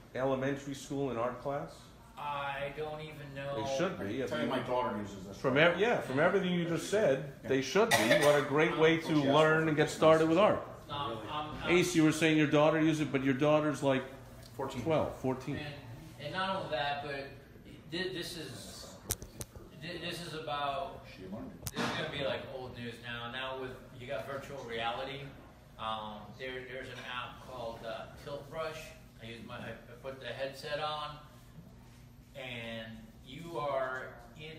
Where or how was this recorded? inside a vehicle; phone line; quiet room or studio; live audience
live audience